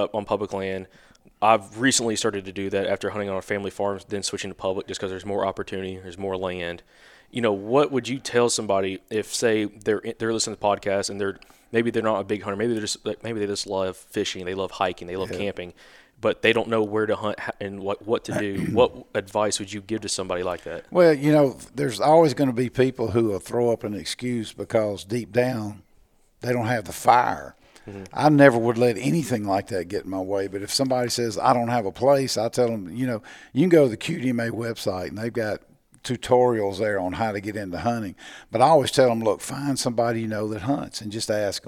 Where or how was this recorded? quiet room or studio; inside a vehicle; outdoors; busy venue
busy venue